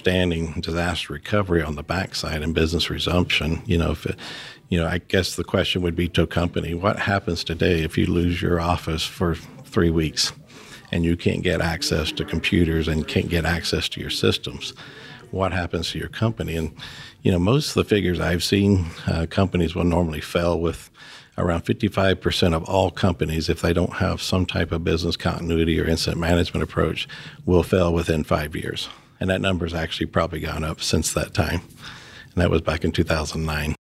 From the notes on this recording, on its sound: recording at the HSE for Unconventional Oil & Gas 2019